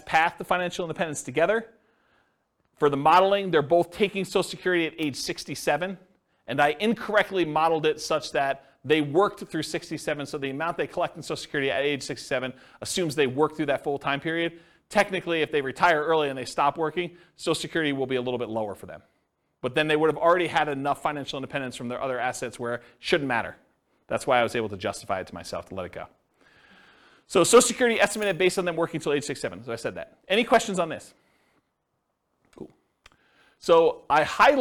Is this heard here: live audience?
yes